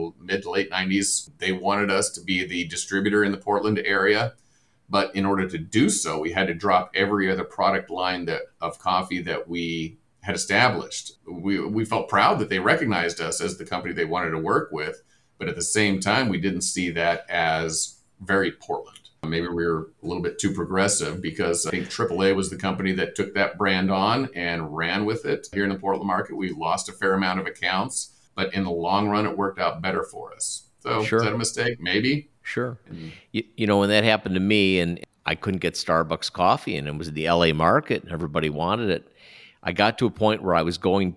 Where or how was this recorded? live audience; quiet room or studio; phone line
quiet room or studio